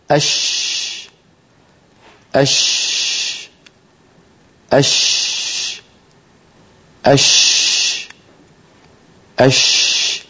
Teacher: الشين تنشأ من وسط اللسان لأنها مهموسة ولا عمل للوترين الصوتيين فيها، لا جهر فيها